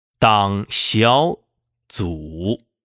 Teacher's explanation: 第二个字小，则变为了接近三五的调值